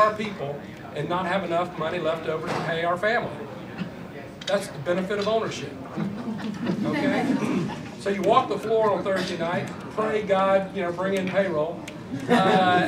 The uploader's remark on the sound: Address The Ripon Society on March 5, 2013